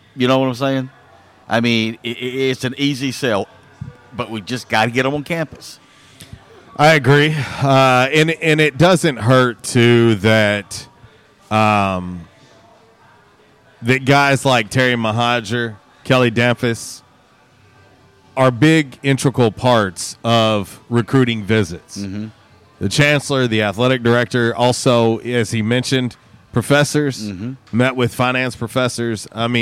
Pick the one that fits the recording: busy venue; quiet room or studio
busy venue